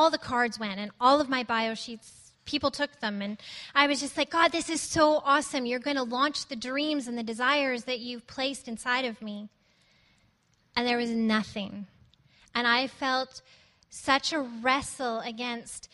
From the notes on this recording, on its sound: at Resurgence Edmonton on May 31, 2014